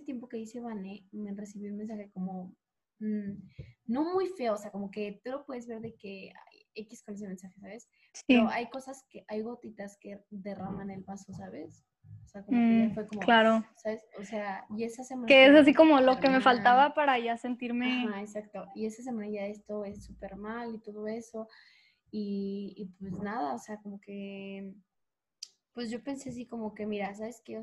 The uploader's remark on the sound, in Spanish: Tuvimos algunas dificultades para grabar.